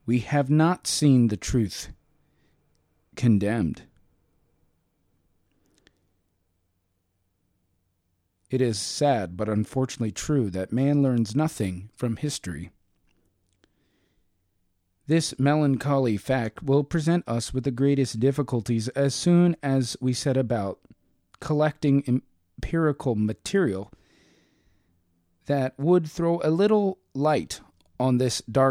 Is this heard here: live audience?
no